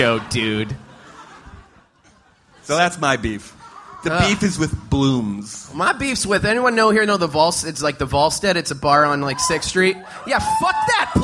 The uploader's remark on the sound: Live at SXSW. Live from Austin, Texas.